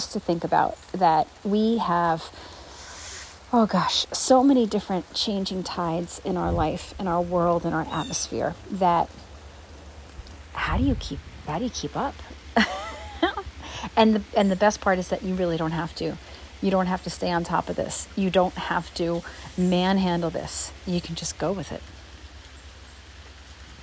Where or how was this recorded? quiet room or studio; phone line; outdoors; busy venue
outdoors